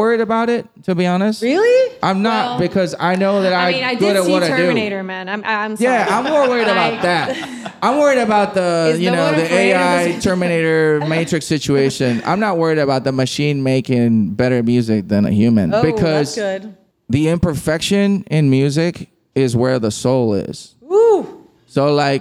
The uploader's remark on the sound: From the heart of Hollywood at the beautiful Gibson Guitars Showroom. At an unforgettable live event.